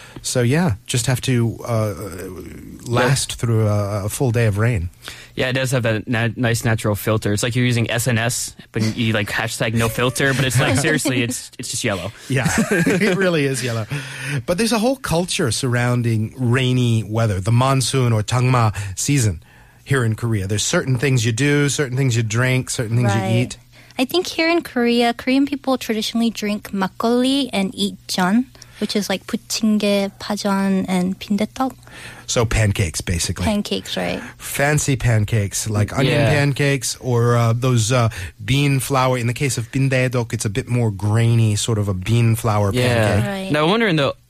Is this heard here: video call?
no